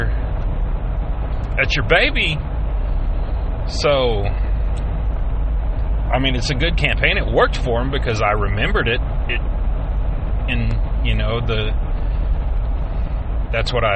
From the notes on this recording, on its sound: He is driving home from work and speaking his mind no filters and no interruptions.